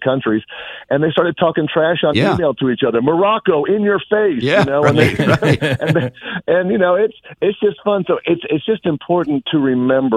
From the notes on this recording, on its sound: We had some phone issues so the interview ended up being a little short